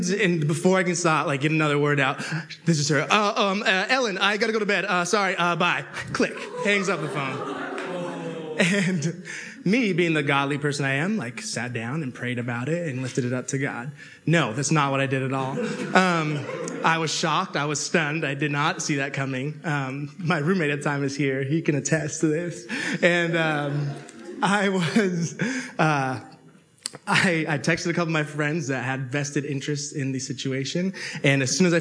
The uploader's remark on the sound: Audio from the Tuesday university student fellowship, the Inn.